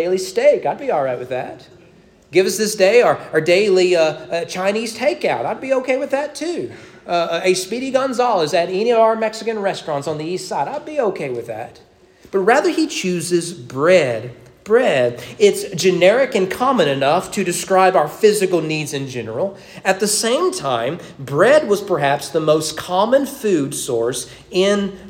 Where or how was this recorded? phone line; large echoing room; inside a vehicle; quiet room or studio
large echoing room